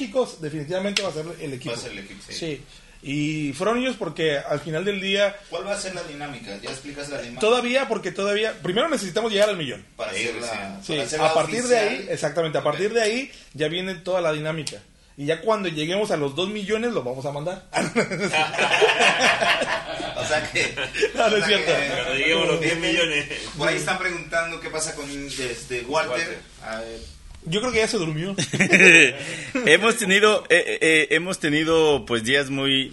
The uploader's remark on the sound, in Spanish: Evento pipeline de Milwaukee. Se llevo a cabo un evento en Wisconsin, USA. Tuvimos la gran oportunidad de hacer una reunion en vivo. PIPELINE 2022.